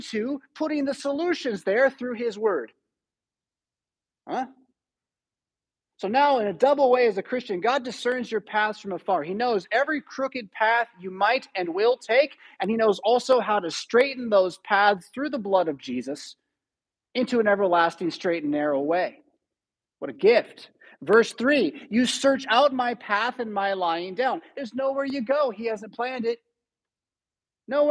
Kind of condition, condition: setting, large echoing room